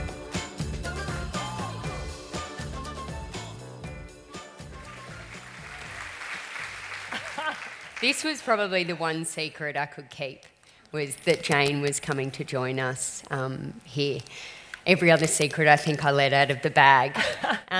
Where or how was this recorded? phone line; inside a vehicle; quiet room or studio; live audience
live audience